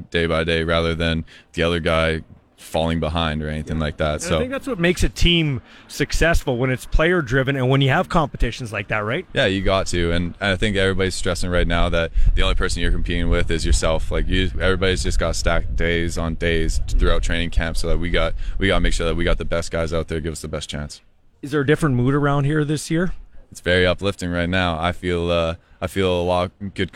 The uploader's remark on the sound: LIVE in Saskatoon for #Riders Training Camp Day 4